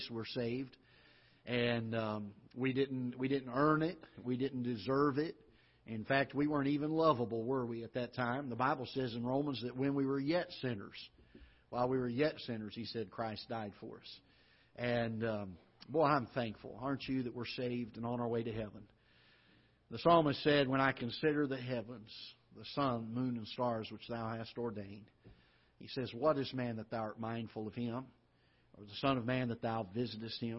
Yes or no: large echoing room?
yes